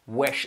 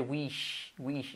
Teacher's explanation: si haces el sh bien fuerte ya va a hacer que te salga una E en vez de una I · Shown in: first take · porque sería difícil hacer wish, wish.